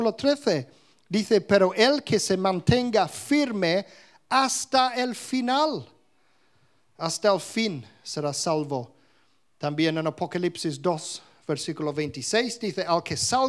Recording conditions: live audience